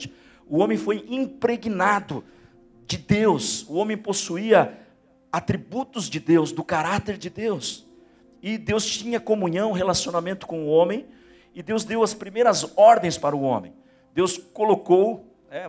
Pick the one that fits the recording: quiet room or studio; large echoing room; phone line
large echoing room